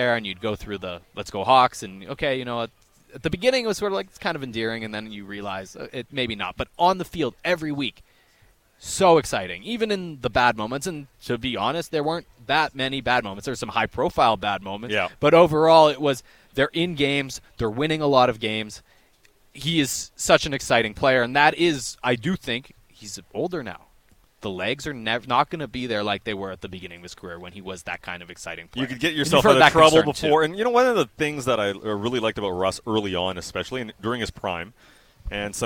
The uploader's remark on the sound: Live from the Odlum Brown VanOpen